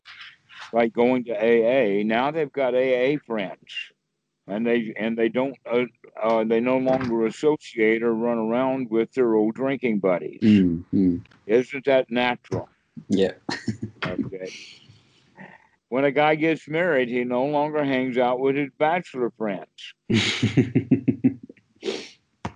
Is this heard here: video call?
yes